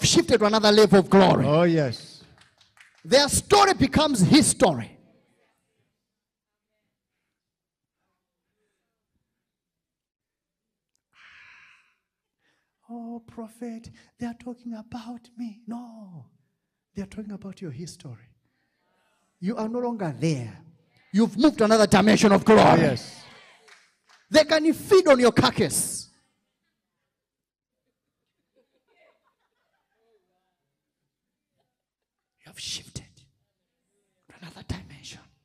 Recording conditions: large echoing room